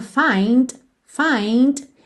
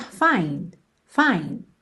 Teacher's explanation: a palavra find pode aparecer com esse Dzinho final bem marcadinho · Shown in: first take · find, find, e também pode aparecer find, find, ok?